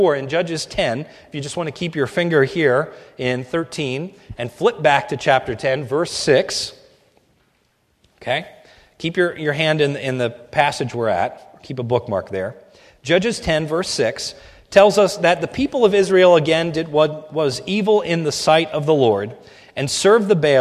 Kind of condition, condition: setting, large echoing room